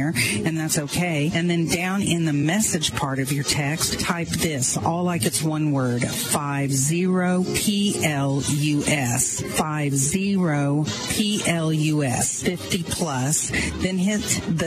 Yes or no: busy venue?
yes